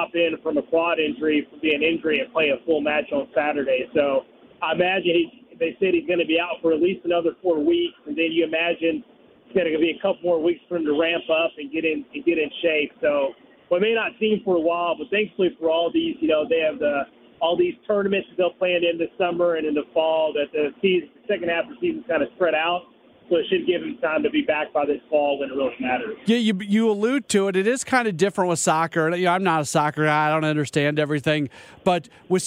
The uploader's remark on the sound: joins the show live from CITYPARK